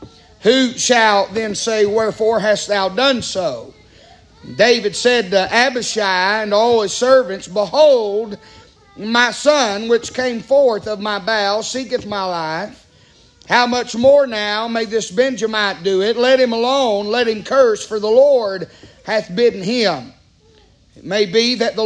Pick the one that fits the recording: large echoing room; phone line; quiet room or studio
large echoing room